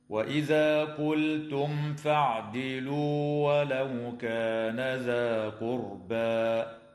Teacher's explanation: قوله تعالى: وإذا قلتم فاعدلوا ولو كان ذا قربى، اللام في كلمة قلتم تسمى بلام الفعل وحكمها هنا الإظهار، وتظهر الميم الساكنة عند الفاء في قوله تعالى قلتم فاعدلوا